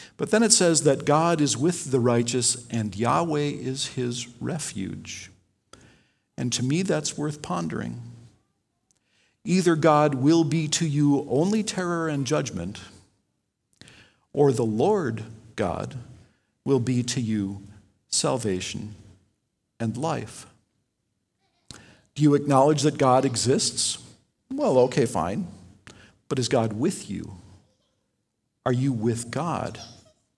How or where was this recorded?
large echoing room